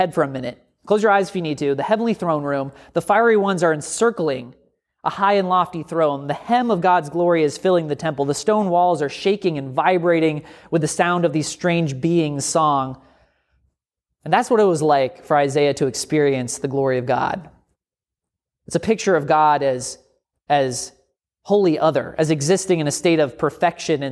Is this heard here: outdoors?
no